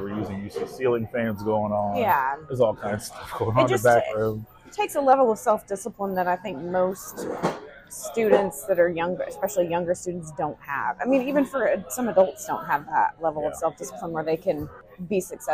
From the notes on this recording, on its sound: We recorded live at a coffee shop in the heart of N. Texas!